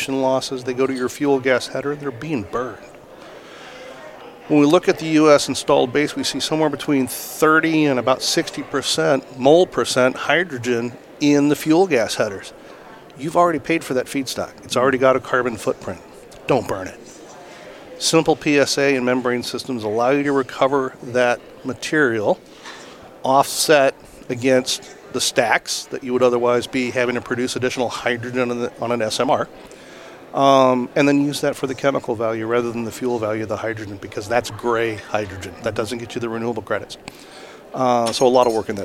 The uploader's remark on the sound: Live at AFPM. Live at the AFPM Annual Meeting.